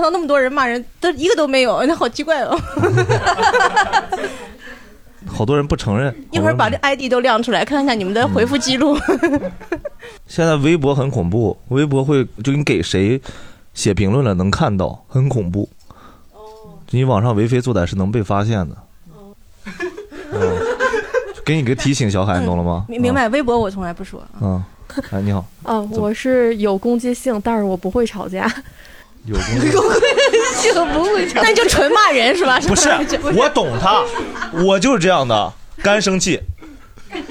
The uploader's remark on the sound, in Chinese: 这是一档由喜剧演员们和现场观众朋友们共同录制的播客节目